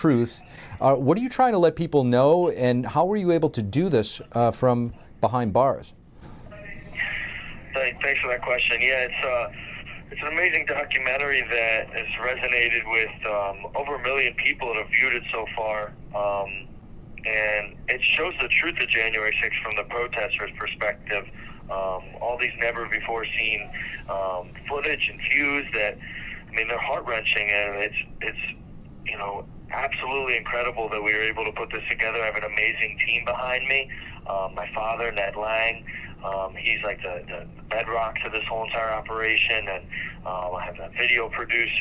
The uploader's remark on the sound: J6 Detainee Calls in from Jail. Will join us on the phone.